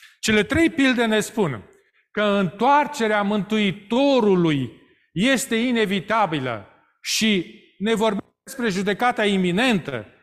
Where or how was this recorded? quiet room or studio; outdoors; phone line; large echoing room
large echoing room